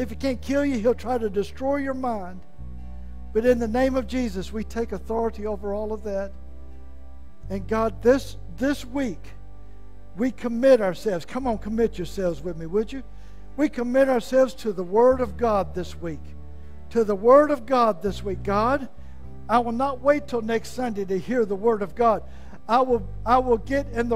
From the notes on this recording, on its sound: was preached at Malvern First Assembly of God on Sunday, November 20, 2022.